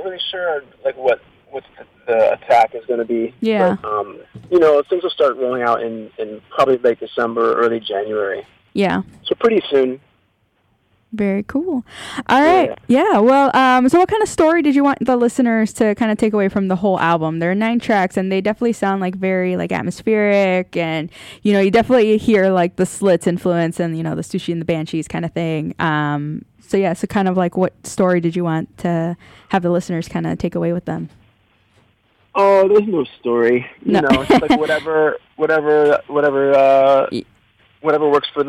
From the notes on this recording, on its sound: phoned in to Radio One Chicago